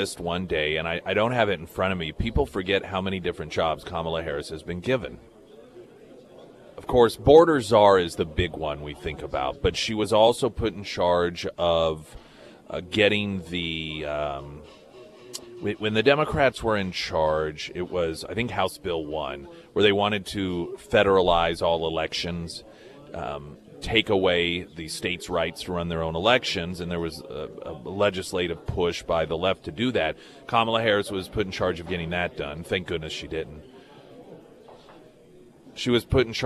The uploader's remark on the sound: live at Scramblers Diner for the Friday Road Show